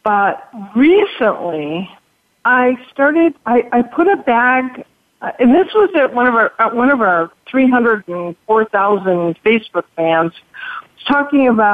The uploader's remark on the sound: It’s an hour of listener calls. This week, for the first time, we’re allowing listeners to call in and tell us what issues are on their minds. Now we’re opening up the phone lines to talk with you about the things that are on your mind.